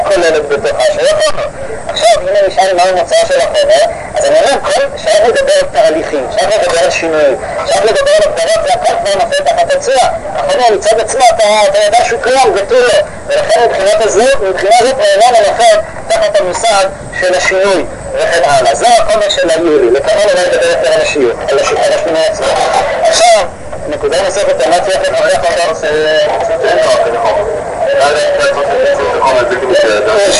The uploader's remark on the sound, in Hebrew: ההקלטה באיכות נמוכה